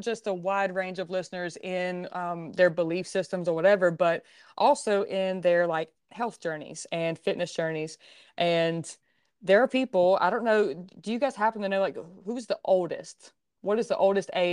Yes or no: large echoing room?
no